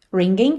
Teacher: o último G não é pronunciado, porque geralmente a gente não pronuncia esse G da terminação ing